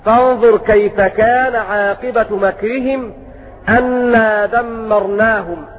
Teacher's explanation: قرأوا بفتح الهمزة في قوله تعالى فانظر كيف كان عاقبة مكرهم أنا دمرناهم، أنا بفتح الهمزة.